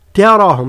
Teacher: التاء هو حرف مرقق دائما، الراء مفخمة صحيح، لماذا؟ لأنها مفتوحة